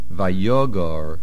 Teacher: Vayogor, the main accent is on the yud.